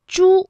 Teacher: 它这个舌尖呢是要抵住或者是接近硬腭的前部来发音的